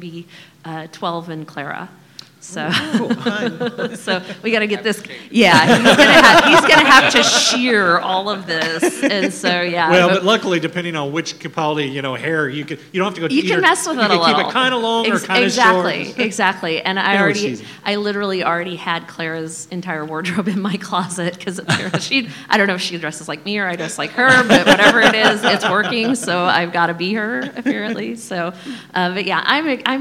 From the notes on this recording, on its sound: Invited us to record a live podcast. Last month we had the opportunity to join in on a panel at Kansas City Comic Con with the hosts of A Gal & A Gay podcast.